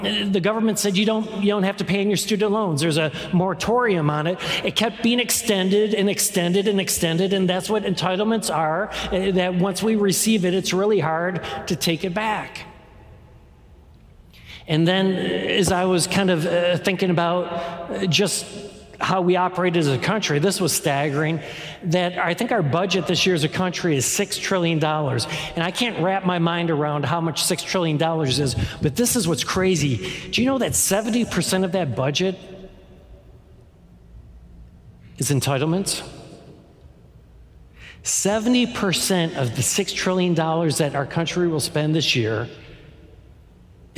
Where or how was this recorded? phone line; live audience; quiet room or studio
live audience